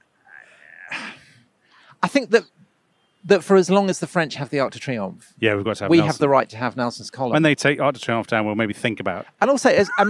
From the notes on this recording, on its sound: Take a walking tour of central London to examine the statues of Trafalgar Square and explore the stories behind them.